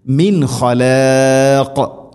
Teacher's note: വഖഫ് ചെയ്യുമ്പോൾ ഖാഫിൻ്റെ ഉച്ചാരണം ശ്രദ്ധിക്കുക. അവിടെ ഖൽഖല ചെയ്യണം, ഖാഫിനെ ശരിക്കും കേൾക്കണം